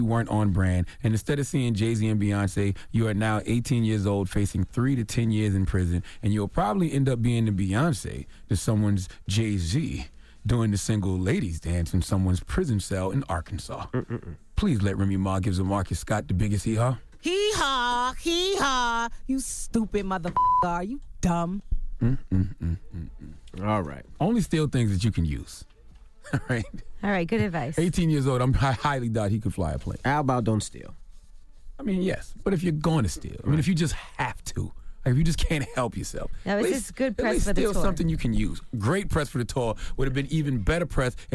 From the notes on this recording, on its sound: We opened up the phone lines. We had listeners call up for "Shoot Your Shot".